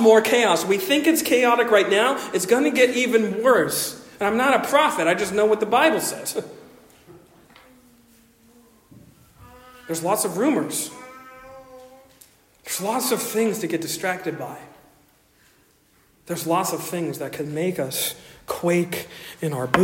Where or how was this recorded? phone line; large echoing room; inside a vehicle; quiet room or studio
large echoing room